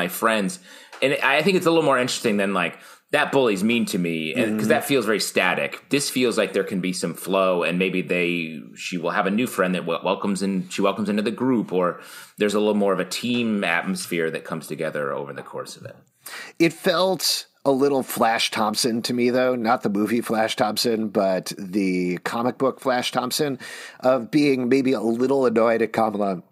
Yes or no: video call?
no